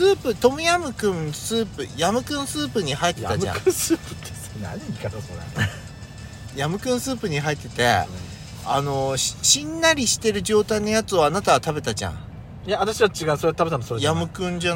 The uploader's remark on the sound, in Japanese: パーキング収録